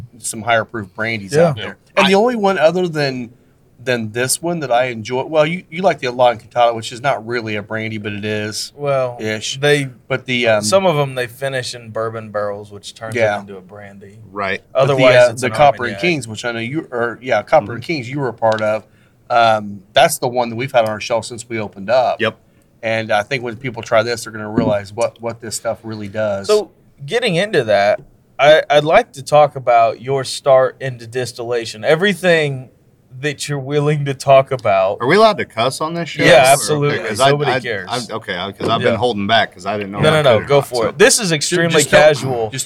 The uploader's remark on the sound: on Location at Spirits of French Lick